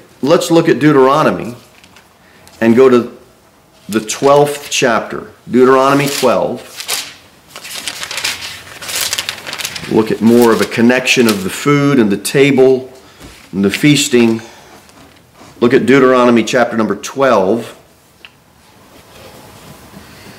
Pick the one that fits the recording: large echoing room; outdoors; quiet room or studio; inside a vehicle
large echoing room